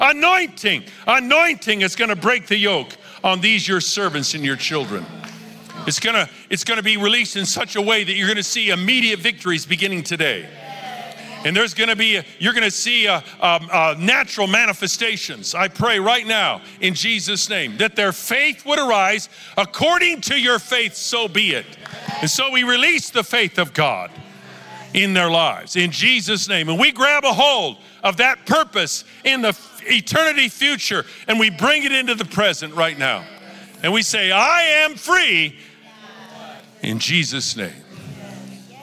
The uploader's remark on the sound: Recorded live at Capital Church in Meridian, Idaho